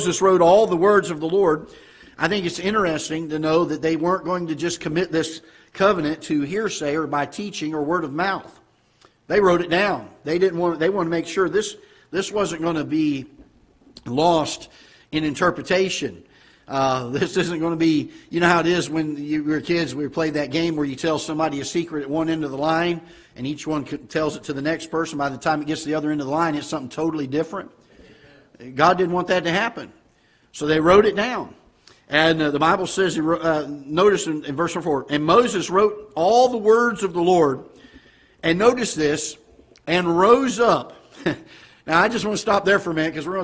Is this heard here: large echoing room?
yes